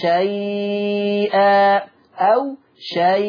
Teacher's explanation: توسط وإشباع اللين المهموز للفظ شيئا، ده هيعملها 4 و6